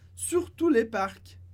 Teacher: A gente não pronuncia o S, mas pronuncia o C.